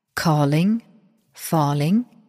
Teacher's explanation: Das Original und die Übersetzung verwenden sogenannte weibliche oder klingende Reime. Das heißt, Beide Zeilen enden auf je zwei reimende Silben. Die erste ist betont, die zweite unbetont. Beispiel Zeilen 1 und 2, calling, falling und in der Übersetzung wieder, nieder.